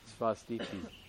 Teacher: Because it's going to be followed by a U. And the two I's, svasti, iti, have become one I. · Term: sandhi